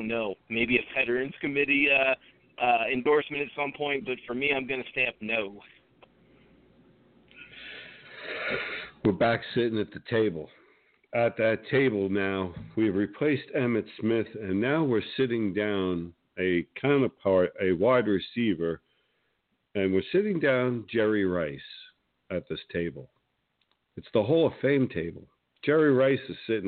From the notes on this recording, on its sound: With guest call in expected